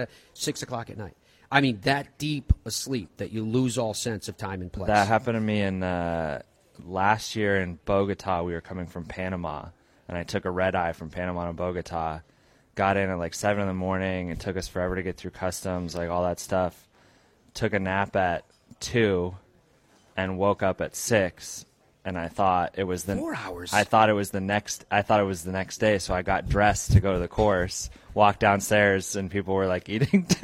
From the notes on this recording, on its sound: Live from RSM Classic. Broadcasts live from Sea Island at the RSM Classic. Joined by guests throughout including PGA Tour players.